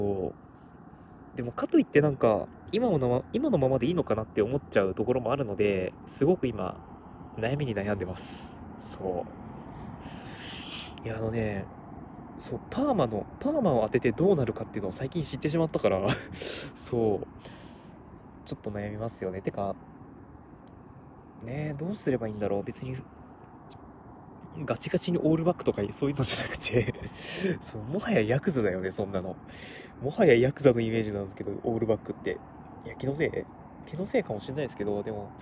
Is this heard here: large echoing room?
no